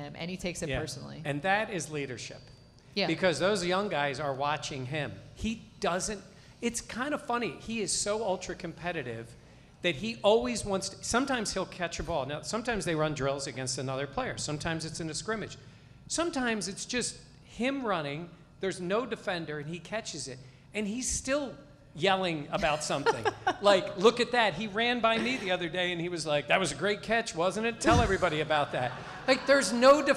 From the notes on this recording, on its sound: live event at Three Heads Brewing in Riochester